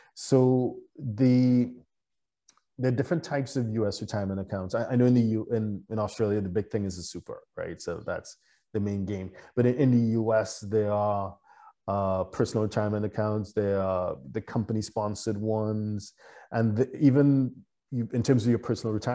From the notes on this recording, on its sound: (LIVESTREAM). For those joining us on Zoom.